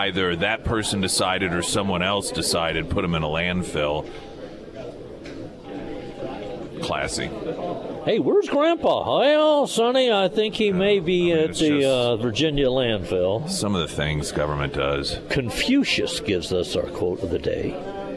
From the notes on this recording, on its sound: live at Scramblers Diner